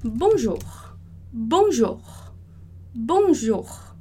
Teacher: a sílaba mais forte é a última, é o jour, bonjour, bonjour.